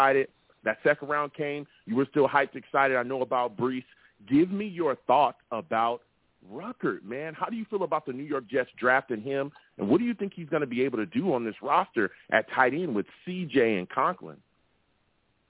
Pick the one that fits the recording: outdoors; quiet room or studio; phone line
phone line